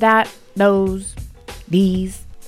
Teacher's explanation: people pronounce the th sound in words like this and that as a D sound